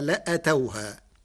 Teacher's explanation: قرأ ورش كلمة لآتوها بحذف الألف بعد الهمزة فتصير ثم سئلوا الفتنة لأتوها من الإتيان المتعدي لواحد بمعنى جاءها.